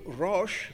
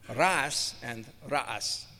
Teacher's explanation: In Hebrew, rosh, but in Arabic, rash and rash, or rather not rash, or ras and ras. It doesn't have the sh, it has a s sound for the cognates in Arabic. · Shown in: second take